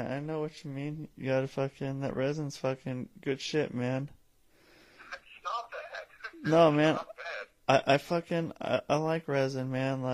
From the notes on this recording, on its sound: This is a call in from Spokane Washington